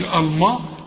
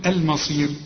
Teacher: احنا خدنا كلمة المصير، لازم نرقق الميم، ما نقولش الما، هنقول المصير · Shown in: second take